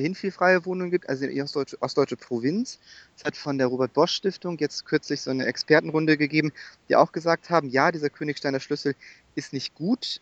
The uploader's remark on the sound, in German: Telefoninterview